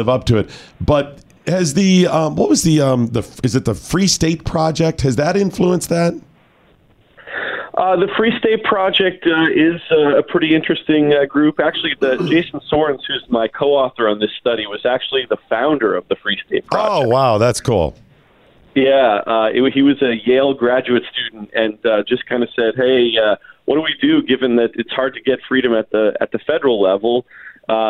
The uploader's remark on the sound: joins the show by phone